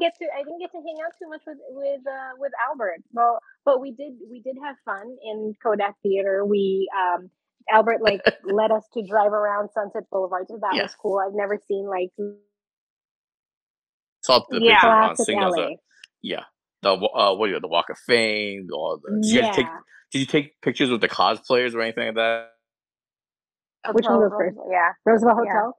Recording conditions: poor sound quality